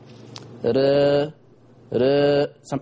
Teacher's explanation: التقليل للفتحة أقرب، بس الفتحة مش كاملة